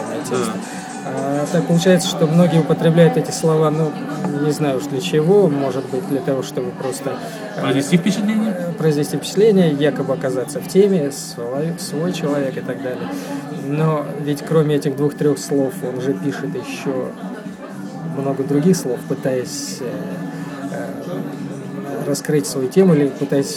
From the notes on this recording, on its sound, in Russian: At Кофе Хауз. Писано (как всегда) без подготовки, не продуманно и не запланировано, увы, в шумном помещении, на iPad, средствами SoundCloud.